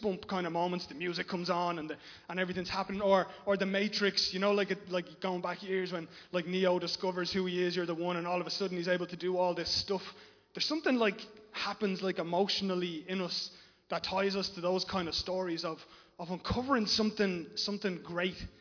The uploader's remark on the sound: Recorded live in Liberty Church on 17 October 2021